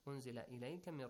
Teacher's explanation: You hide the sound of noon here. قَعِدَةُ الْإِخْفَى أُنزِلَ إِلَيْكَ مِنْ رَبِّكَ.